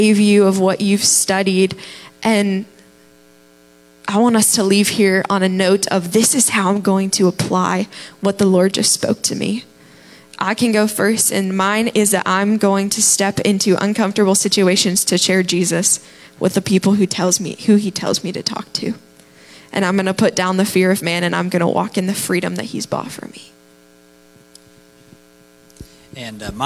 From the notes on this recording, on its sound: Live from The Summit Church in Dover, OH.